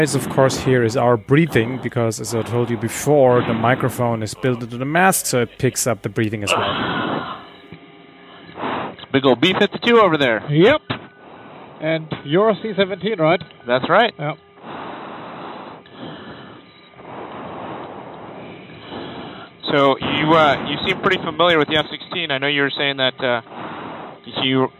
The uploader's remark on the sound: the flight itself with commentary